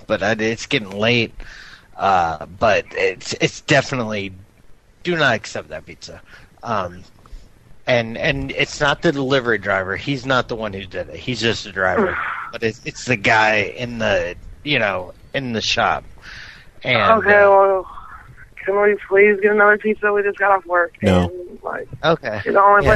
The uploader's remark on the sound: Prank Phone Calls